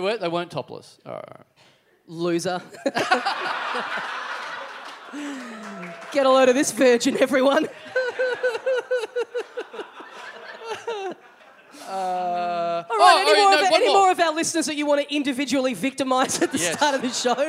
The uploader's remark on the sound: Recorded LIVE at The Velvet Lounge in Perth on October 18, 2015.